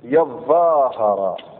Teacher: يظاهر بمعنى يتظاهر، ادغمت التاء في الظاء